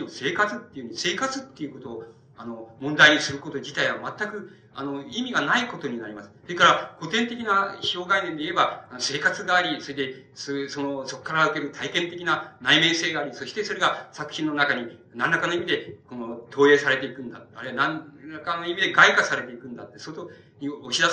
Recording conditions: poor sound quality